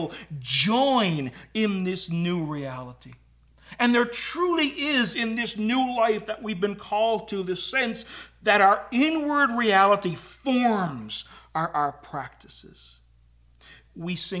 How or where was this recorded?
large echoing room